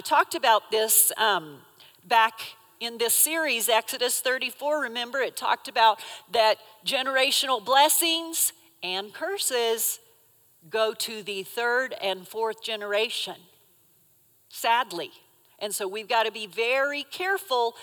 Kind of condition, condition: setting, live audience